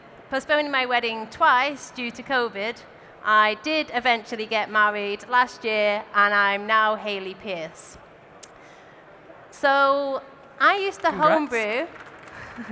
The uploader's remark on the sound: recorded at our Brewers Congress in London